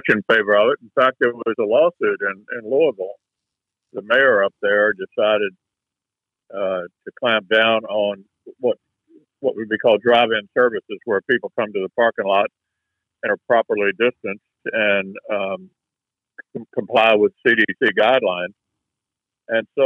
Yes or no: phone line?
yes